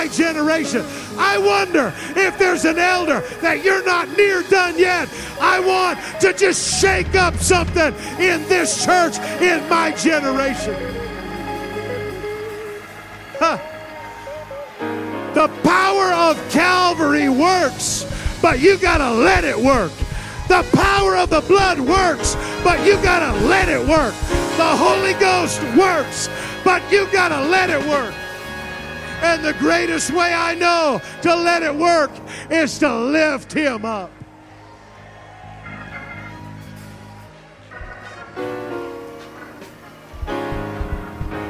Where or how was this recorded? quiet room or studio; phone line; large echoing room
large echoing room